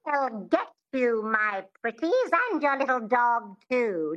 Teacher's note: It has this twang, which is the epiglottis, which is just behind the vocal cords in the throat. And to get this sound, you do this.